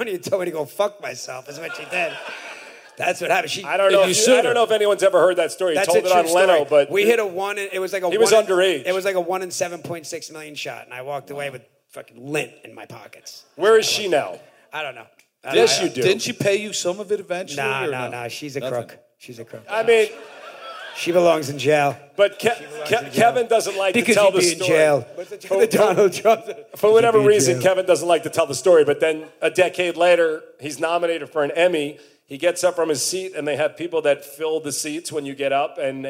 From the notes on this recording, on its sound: Live at the Brea Improv